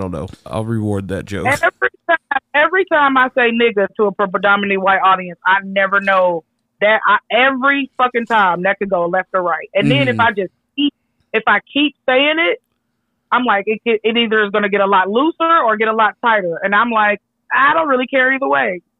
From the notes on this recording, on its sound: joins us on the phone!